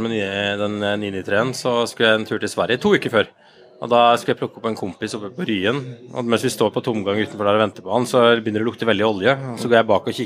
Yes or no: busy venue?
yes